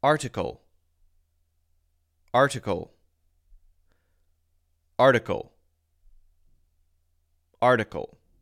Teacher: It's almost a schwa sound. I pronounce it with the light D sound. · it's not a very hard, strong I sound there. It's almost a schwa sound.